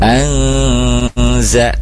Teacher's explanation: jadi ditahan dua harakat di samarnya di atau di dengungnya ya. · Term: ikhfa